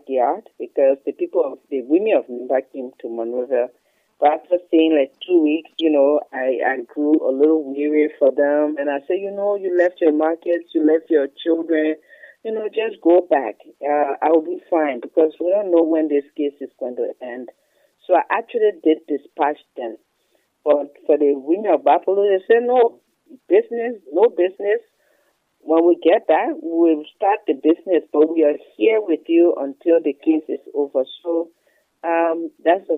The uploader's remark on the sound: ABC Radio FM 105.1 on Snapper Hill, Monrovia, Liberia. Phone interview.